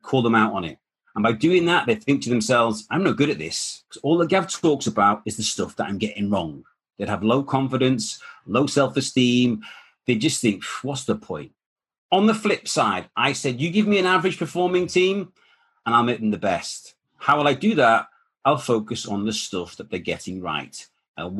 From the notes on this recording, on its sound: The webinar that this podcast has been sourced.